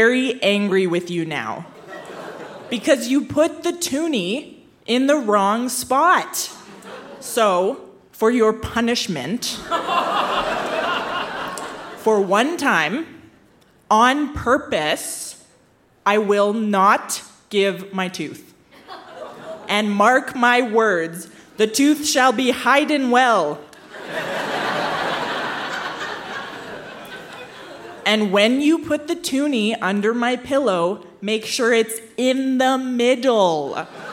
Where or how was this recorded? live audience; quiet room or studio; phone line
live audience